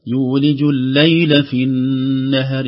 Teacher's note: الليل الأولى ليس فيها زمن طويل في اللام، يعني هي مشددة لكن تشديد عادي بدون زمن طويل. الزمن يطول في المشدد في النون والميم فقط للغنة.